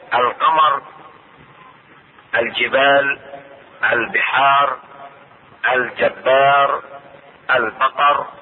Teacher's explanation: لام القمرية تلفظ ولا تنحذف في درج الكلام